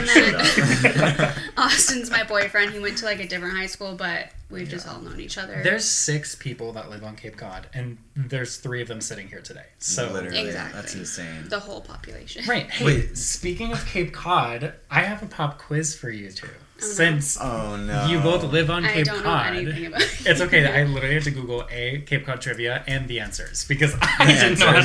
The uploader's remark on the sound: The audio levels are a little funky in this one